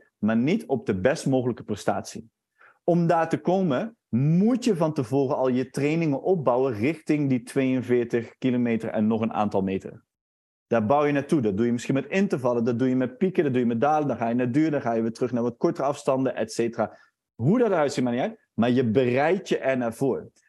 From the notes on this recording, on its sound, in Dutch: In deze webinar opname